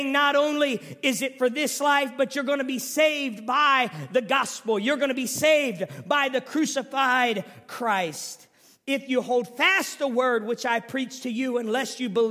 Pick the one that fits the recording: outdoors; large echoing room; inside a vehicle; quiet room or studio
large echoing room